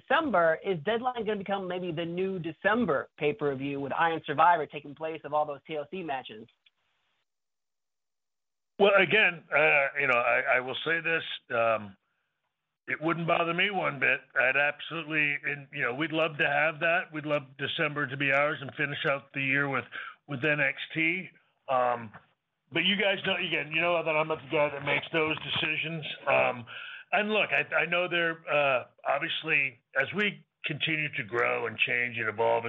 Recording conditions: phone line